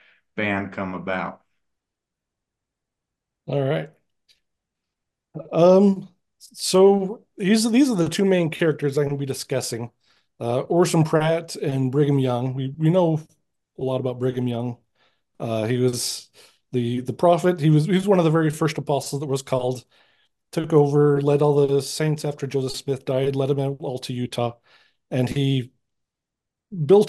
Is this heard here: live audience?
no